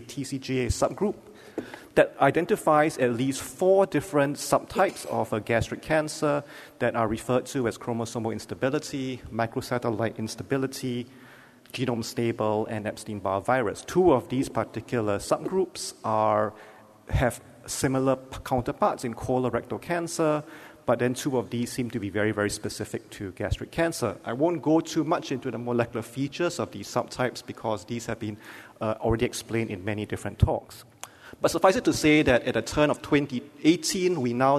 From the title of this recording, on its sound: Keynote Lecture